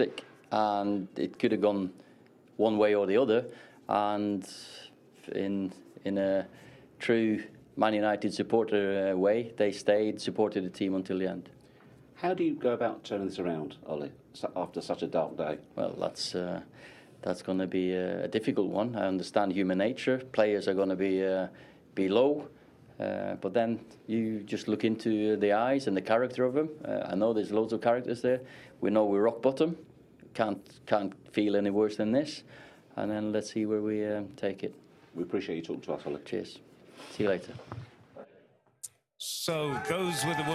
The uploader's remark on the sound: Take questions from a live audience in Los Angeles as they wrap up NBC's coverage of the Premier League Mornings Live Fan Fest from Los Angeles.